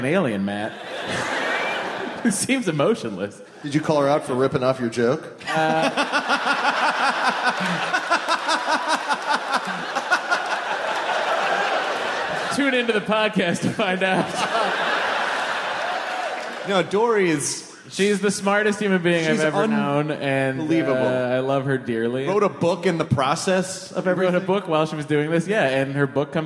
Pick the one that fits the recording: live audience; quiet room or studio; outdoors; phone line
live audience